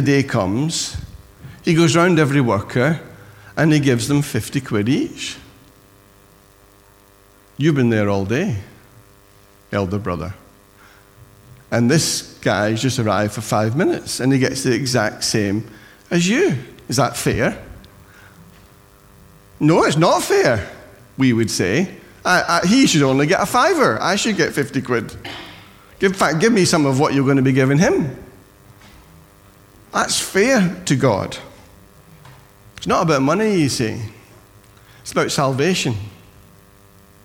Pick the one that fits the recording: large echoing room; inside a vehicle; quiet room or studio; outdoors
large echoing room